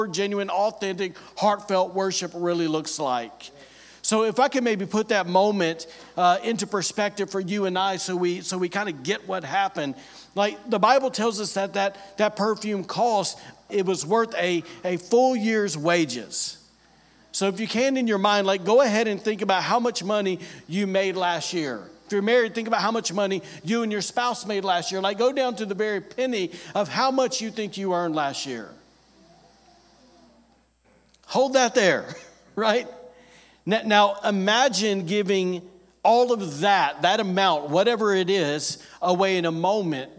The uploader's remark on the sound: was recorded on Sunday, February 4th, 2024, during service at The Anchor Church in Rockport, Maine.